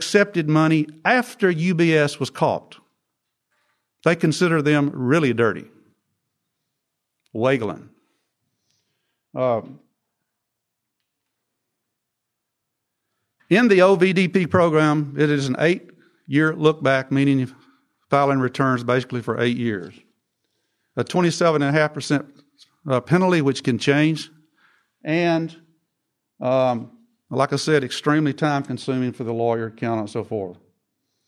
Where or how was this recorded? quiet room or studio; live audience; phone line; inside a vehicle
live audience